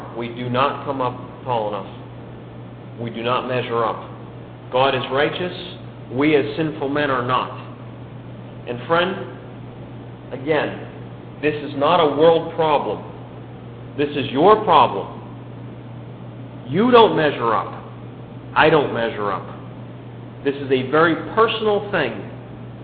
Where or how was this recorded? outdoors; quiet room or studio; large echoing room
large echoing room